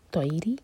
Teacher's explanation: زبان کا سامنے کا پورا پارٹ یوز کریں گے. ایلت طویری طوی مدلین ہے فتح کو یا سے جوڑنا ہے